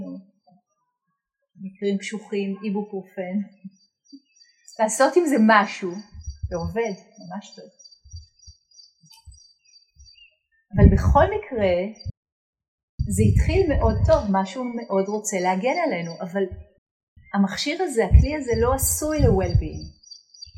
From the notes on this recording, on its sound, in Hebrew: שימו לב שאיכות ההקלטה בינונית. ההקלטה שוחזרה ועובדה בדרך נס.